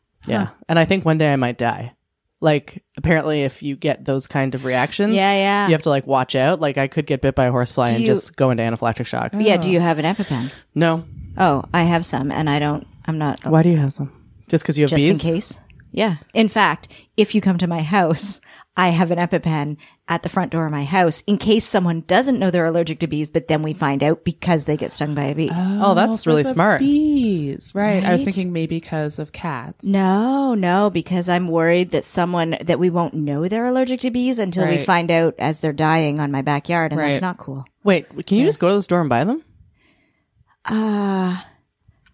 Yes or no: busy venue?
no